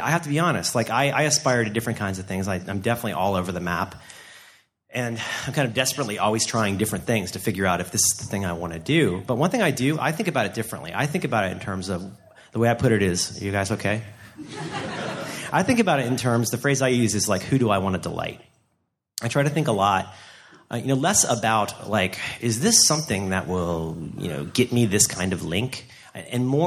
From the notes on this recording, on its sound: Blogging Panel at SxSW. Presented a talk at South by Southwest Interactive.